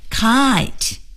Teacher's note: 是由 a 到 e 滑动的这个双元音 i